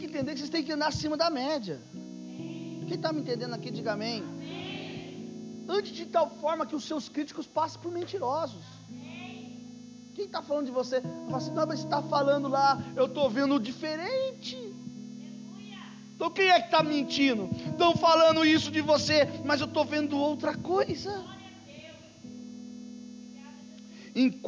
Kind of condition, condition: setting, live audience